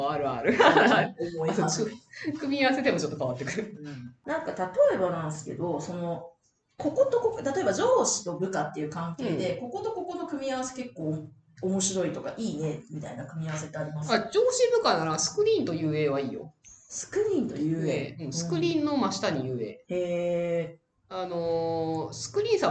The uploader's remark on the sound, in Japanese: 今月音質が非常に悪いです！すみません！